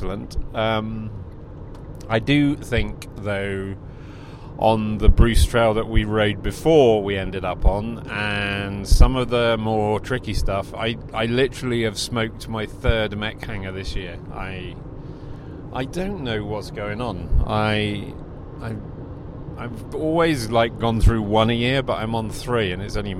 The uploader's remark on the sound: This recording is in the car on the way back from my last weekend trail ride.